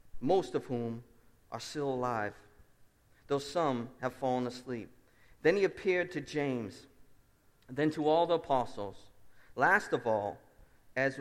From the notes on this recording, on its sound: Preached at Restoration Road Church on August 13, 2017 at a joint service with our sending church Seven Mile Road.